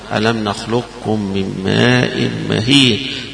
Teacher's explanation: ألم نخلقكم، وهذه مدغمة لكل القراء هنا، ألم نخلقكم من ماء مهين، فإذا قرأت يبقى كأن حرف الاستعلاء القاف التفخيم بتاعها بيروح في الكاف